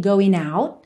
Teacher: de going para out, ela juntou no N